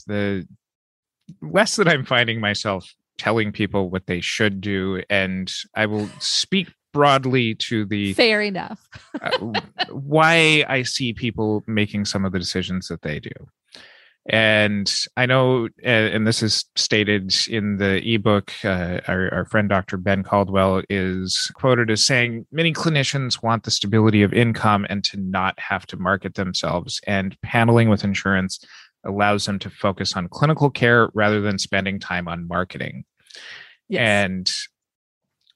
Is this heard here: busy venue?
no